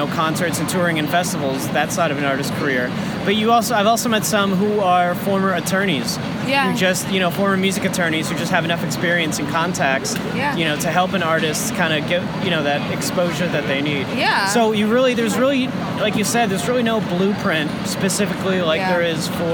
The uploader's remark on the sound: ditch the boardroom for a sidewalk cafe on the busy streets of NYC